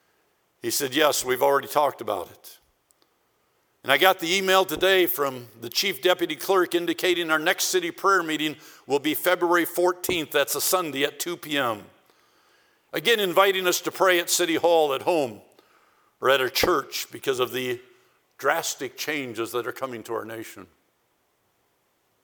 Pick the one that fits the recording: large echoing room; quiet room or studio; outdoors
large echoing room